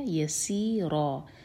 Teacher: یسین ہے سیٹی والی آواز کے ساتھ پڑھا جائے گا